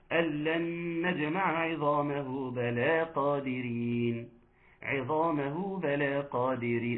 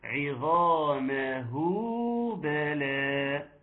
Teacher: مد الصله الصغرى اللي يمد بمقدار حركتين اللي هو مد طبيعي اصلا · Shown in: second take · ولازم تقول لي ايه عظامه بلا.